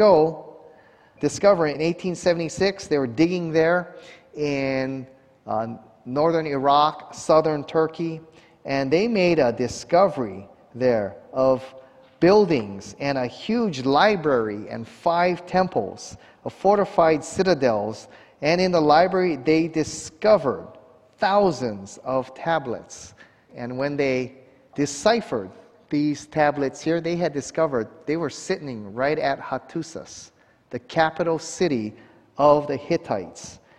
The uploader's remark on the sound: 2021 Waterhouse Lecture Series. At a conference hosted by the Waialae Baptist Church.